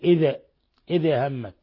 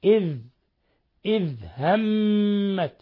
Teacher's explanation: لا يخفى أن الذال ليست من حروف القلقلة فليحذر القارئ أن يقلقل الذال · Shown in: second take